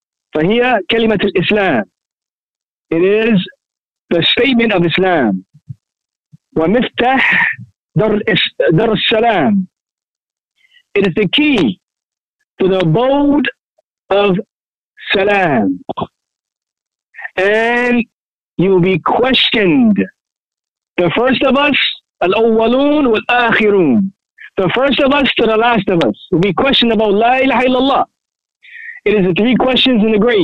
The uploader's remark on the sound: A Toronto Tele-Conference Event Presented by Maktabah Al Fawaaid.